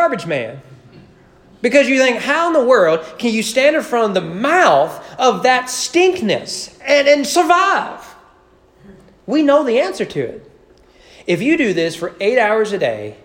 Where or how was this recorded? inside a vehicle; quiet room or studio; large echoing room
large echoing room